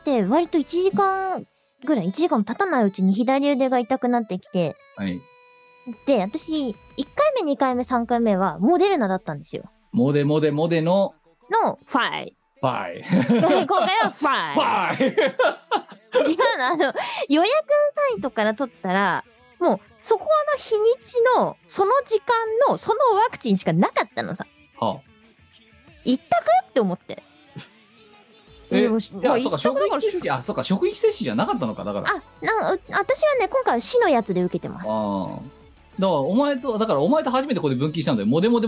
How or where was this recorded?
video call